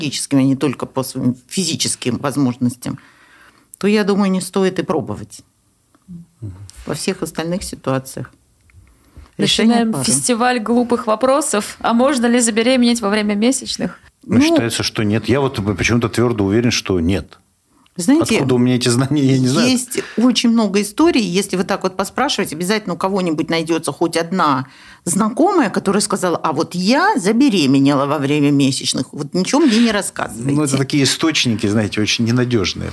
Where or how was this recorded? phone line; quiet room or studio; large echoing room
quiet room or studio